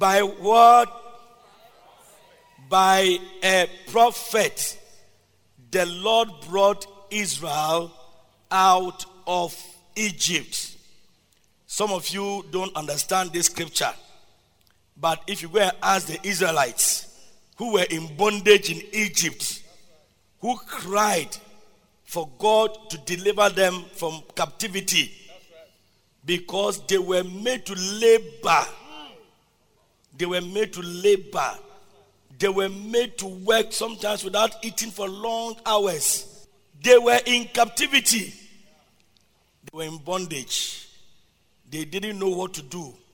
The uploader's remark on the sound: Preached at Loyalty House, Abbey, Dahwenya